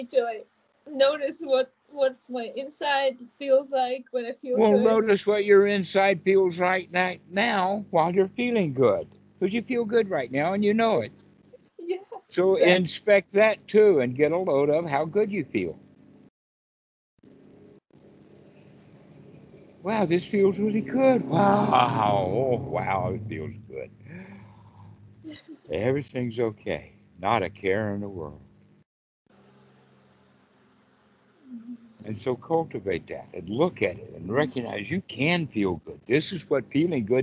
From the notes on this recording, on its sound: skype calls on this channel